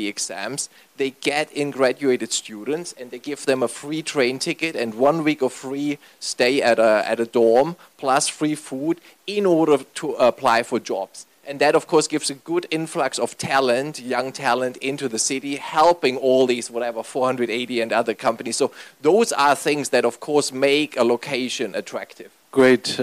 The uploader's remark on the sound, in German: Paneldiskussion auf dem Event. In Shanghai China.